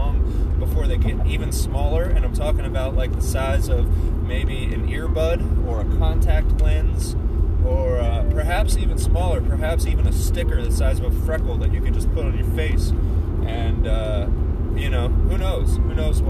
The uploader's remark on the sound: SORRY ABOUT THE DAMN BUZZING SOUND, I THINK IT WAS A GLASS IN THE CUP HOLDER NEXT TO MY PHONE WHILE I WAS RECORDING